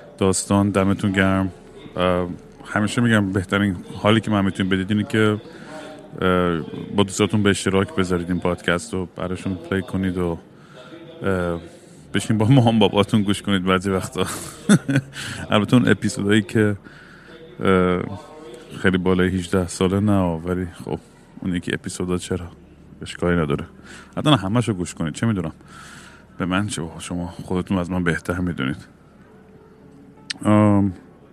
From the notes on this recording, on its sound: Airport Sessions #4. Once again I am at an airport rambling nonsense into the microphone.